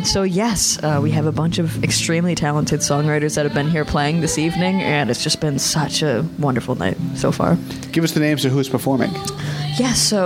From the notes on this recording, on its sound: Songwriter Showcase Live From The Red Lion Inn Cave. Recorded live on Thursday, September 7, 2023 at The Red Lion Inn Cave in Cohasset.